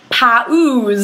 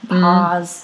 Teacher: we kind of smush those vowels together and they get turned into one sound · Shown in: second take